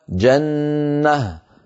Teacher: كذلك الأمر بالنسبة إلى المثال الذي نراه في أسفل اللوحة: جنة يوقف عليها جنة، نحذف تنوين النصب ونحول التاء إلى هاء ونقف على هاء ساكنة